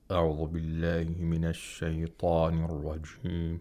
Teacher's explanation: a very deep voice and a very low register